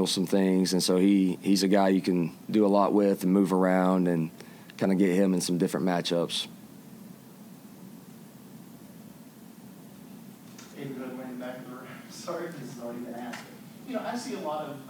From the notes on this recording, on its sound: The full, uncut audio from recent press-conference interviews.